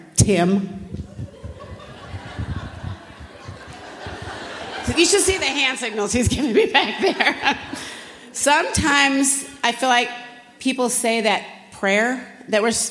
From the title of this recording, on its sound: General Session, Flourish 2023